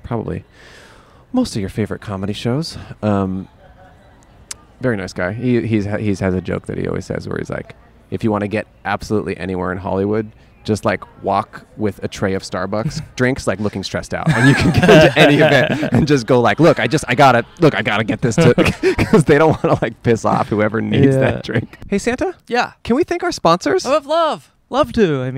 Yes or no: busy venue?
yes